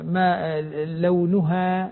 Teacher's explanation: الميم مرققة، الهاء مرققة، الألف تابعة لما قبلها ترقيقا وتفخيما · الهاء مرققة، إذا نرقق الألف